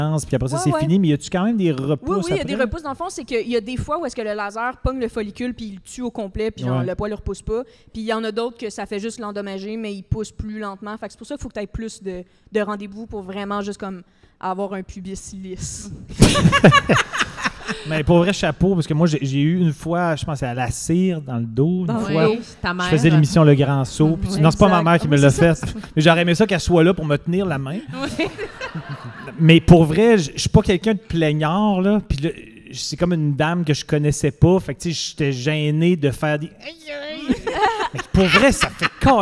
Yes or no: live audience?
yes